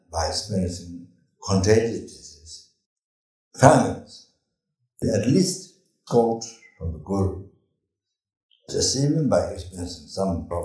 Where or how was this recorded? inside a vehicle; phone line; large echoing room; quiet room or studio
large echoing room